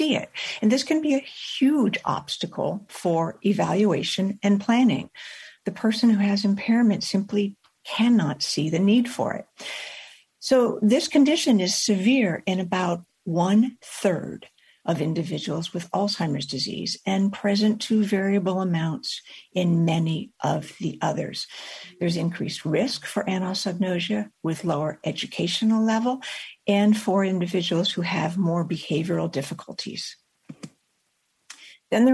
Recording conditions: video call